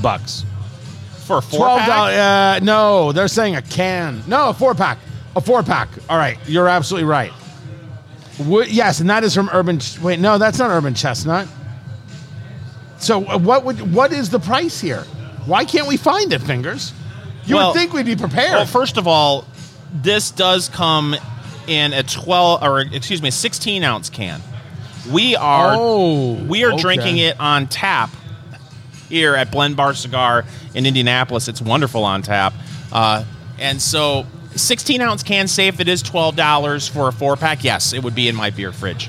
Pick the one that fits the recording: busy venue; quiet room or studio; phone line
busy venue